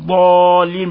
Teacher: تظهر الاستطالة وتخرجها من حافة اللسان مع ما يليها من الأضراس العليا